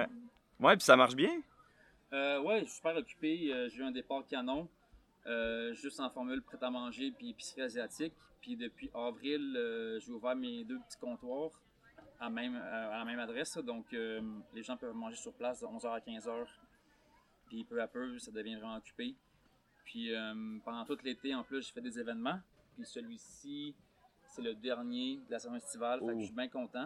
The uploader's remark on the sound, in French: Pop Up des Fermes et Restos. Les épisodes ont été enregistrés en direct pour vous faire revivre cette belle journée. À Cowansville.